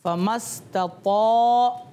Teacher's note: طا کو موٹا کر کے پڑھا ہے نا میں نے